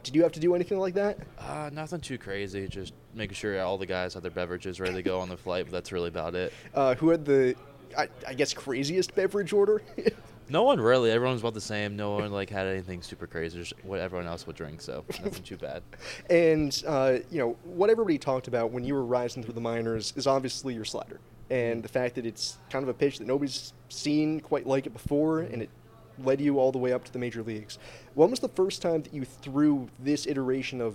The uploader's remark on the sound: LIVE at the Phillies Winter Caravan